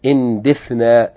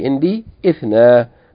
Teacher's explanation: Yani we're saying bi ithnay, yani because we want you to hear yani the difference in each word, but otherwise if we join them together, then the kasra of ithna or ithne and ithnata and ithnate, that kasra is omitted in pronunciation when it's preceded by a word · Shown in: first take